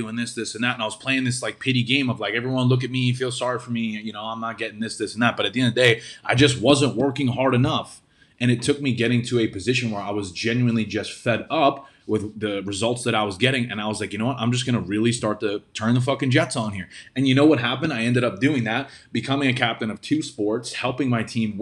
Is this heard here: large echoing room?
no